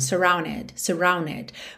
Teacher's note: Ou surrounded, surrounded, que é o que a gente tem na música, que seria aí uma variação para falar mais rápido, especialmente no inglês americano, o britânico não costuma fazer essa variação, que é quando eu omito o D e junto no N, para ganhar mais ligação.